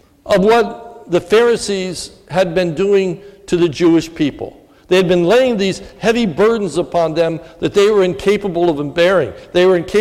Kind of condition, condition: setting, large echoing room